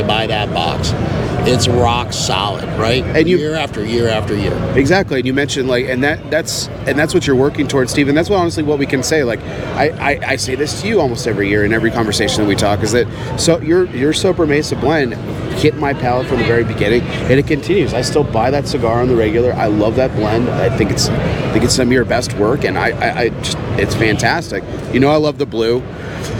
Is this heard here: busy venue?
yes